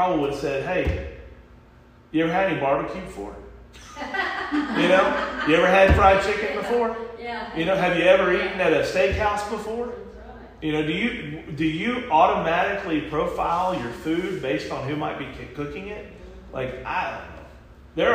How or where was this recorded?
large echoing room